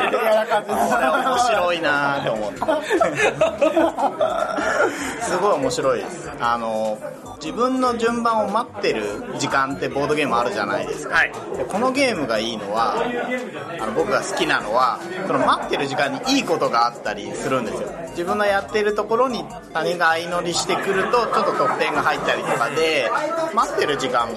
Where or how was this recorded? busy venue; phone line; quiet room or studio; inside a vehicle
busy venue